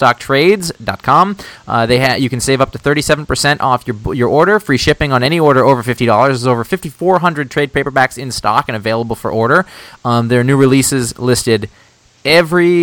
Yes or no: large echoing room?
no